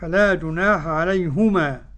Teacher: قرأ بضم الهاء يعقوب